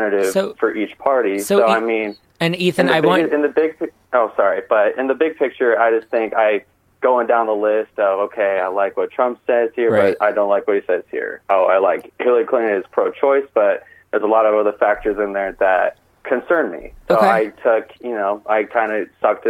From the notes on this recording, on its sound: LIVE with calls from listeners. With a guest call-in.